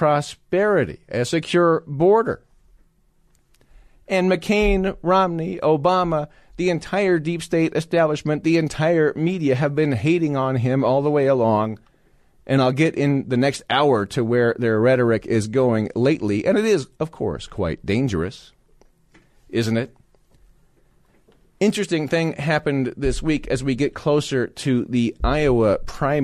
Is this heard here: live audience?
no